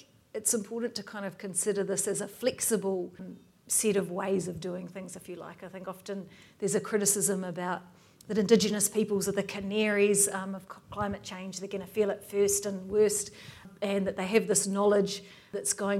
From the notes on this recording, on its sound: This podcast is an edited recording of a kōrero between two contributors to the book. At the book’s Auckland book launch in July.